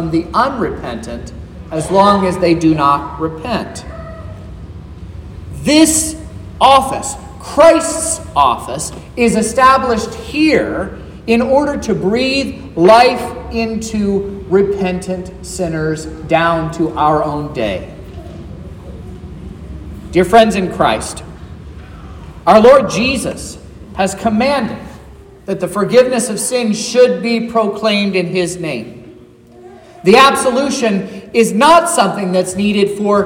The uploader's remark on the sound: This is the sermon preached at Trinity Lutheran Church in Vallonia, Indiana, on Sunday, April 16, 2023